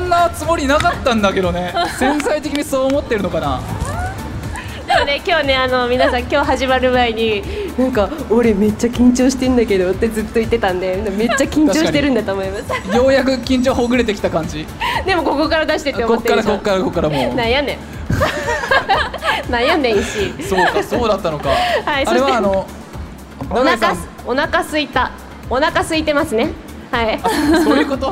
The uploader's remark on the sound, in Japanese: 公開収録。